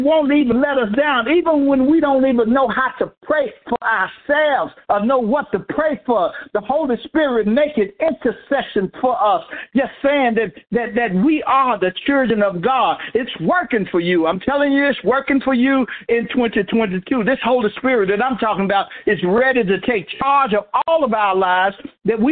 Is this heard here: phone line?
yes